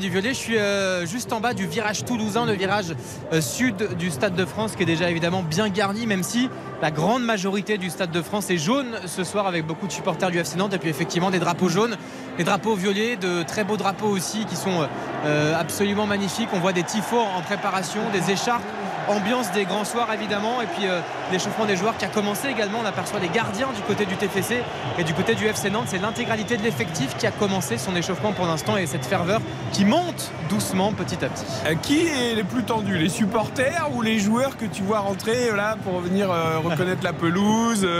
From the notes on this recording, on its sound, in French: en direct du stade de France